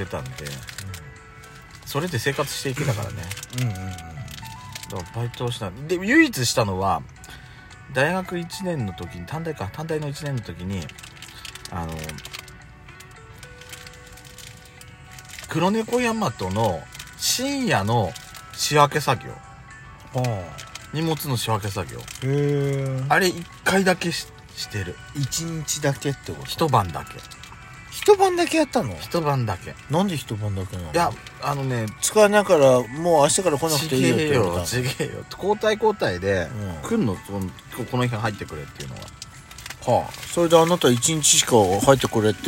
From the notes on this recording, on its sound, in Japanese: パーキング収録